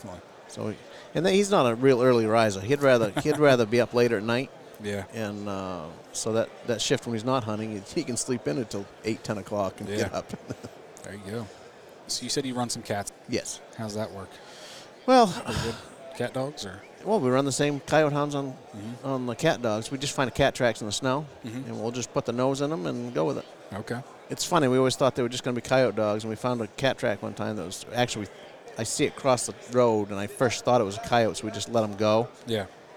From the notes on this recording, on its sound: recorded this episode at the Great American Outdoor Show